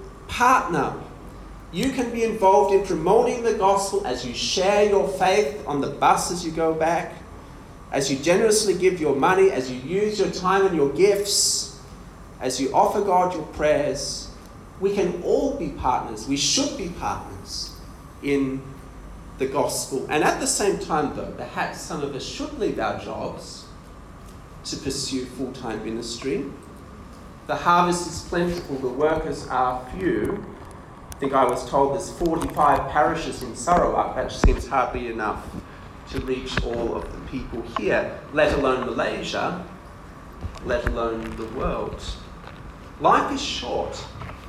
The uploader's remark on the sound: This sermon was delivered at ADYC Youth Ablaze 3.0 conference in Kuching.